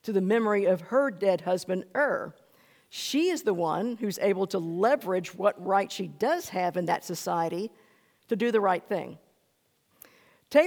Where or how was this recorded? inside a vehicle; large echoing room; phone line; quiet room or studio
large echoing room